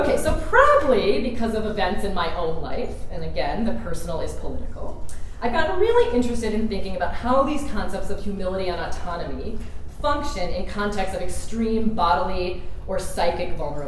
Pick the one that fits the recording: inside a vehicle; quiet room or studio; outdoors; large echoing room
large echoing room